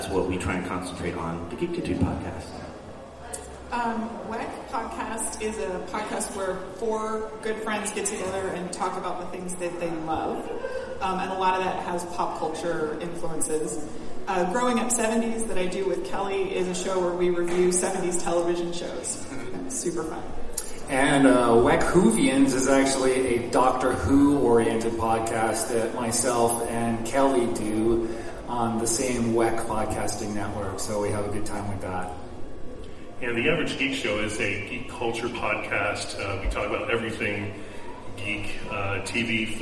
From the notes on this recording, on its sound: NerdCon Podcasting Panel! In case you couldnt make it to Escondido for our panel at NerdCon, here it is!